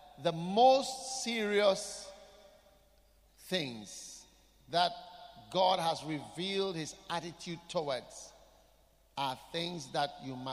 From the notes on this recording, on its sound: Preached at The Qodesh.